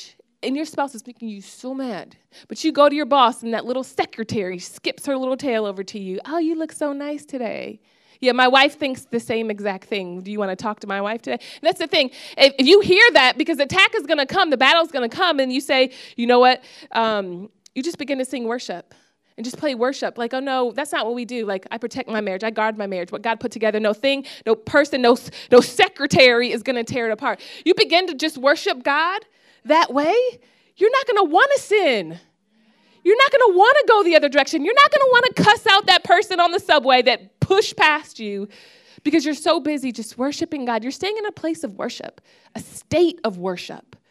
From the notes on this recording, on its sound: preached this message on October 8th at our Brooklyn Community